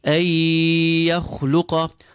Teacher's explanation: We assimilate the noon and the ya, which we apply hunna to. · Term: idgham with hunna